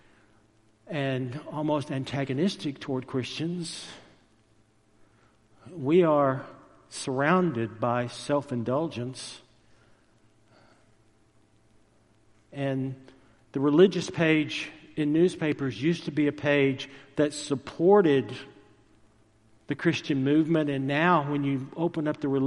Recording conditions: large echoing room